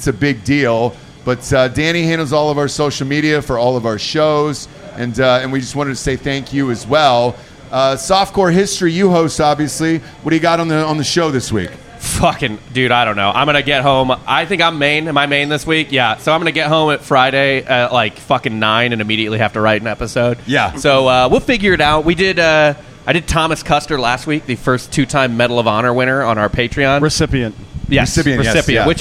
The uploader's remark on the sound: Live From Miami. The gang goes live from the bar Thank You Miami next to LoanDepot Stadium before going into the Marlins game.